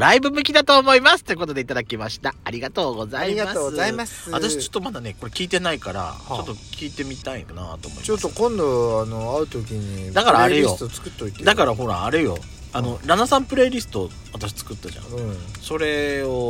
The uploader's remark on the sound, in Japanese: パーキング収録